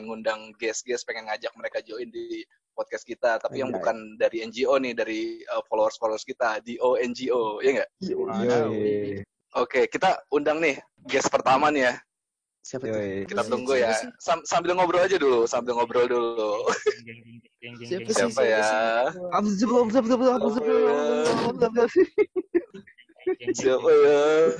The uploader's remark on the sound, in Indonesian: Menggunakan aplikasi Zoom kami coba-coba taping podcast dari rumah. Audio hasil recording by zoom, agak kresek-kresek harap maklum, gunakan earphone untuk kualitas maksimum.